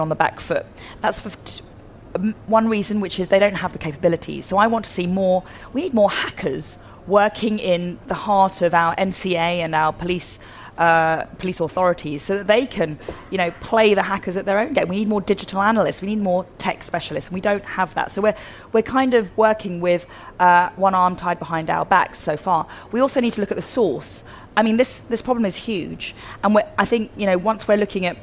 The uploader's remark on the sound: Live from CPC